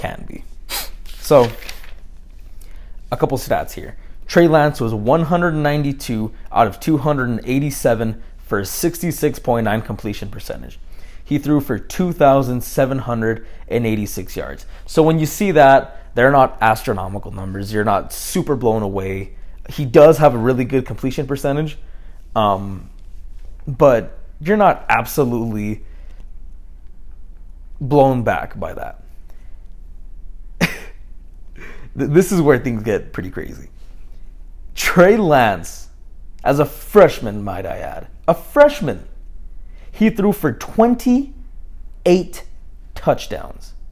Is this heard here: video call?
no